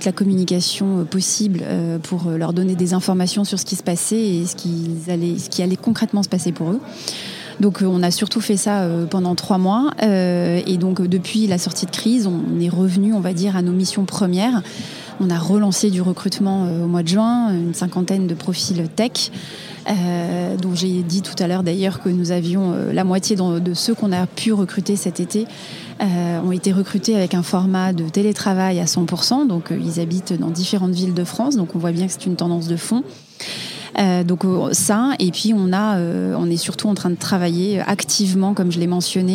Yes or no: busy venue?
yes